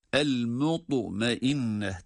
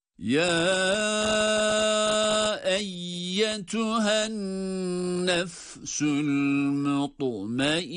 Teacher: ta harfi kalkale harfi olduğu ve kalın olduğu için hem kalın okumaya hem de kalkale sesini çıkarmaya özen gösteriyoruz. Çünkü burada ta harfi cezimli olduğu zaman kalkale sesi çıkmalıdır, harekeli hallerinde değil.